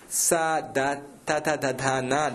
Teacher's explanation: अत्र सम्पर्कः अस्ति दन्तैः सह. स तथ दधा न, दन्ताः सन्ति, अतः दन्त्यवर्गः.